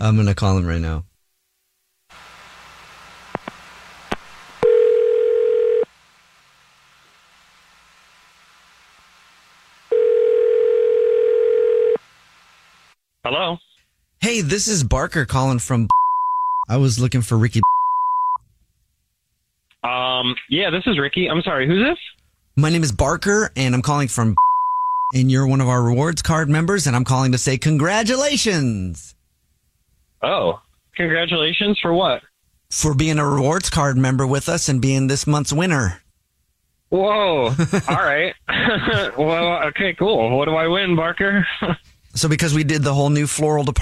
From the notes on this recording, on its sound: on the phone today